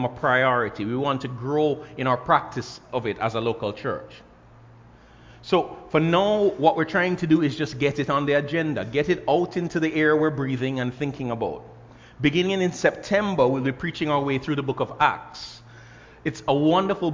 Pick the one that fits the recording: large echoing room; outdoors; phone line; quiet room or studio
large echoing room